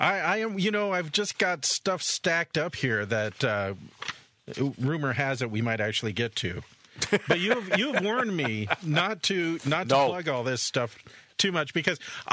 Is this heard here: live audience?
no